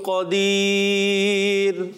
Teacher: قدير کی راہ کو ہم نے باریک رکھنا ہے